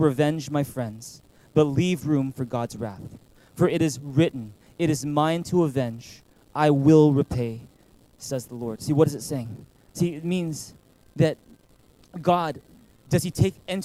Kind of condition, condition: setting, large echoing room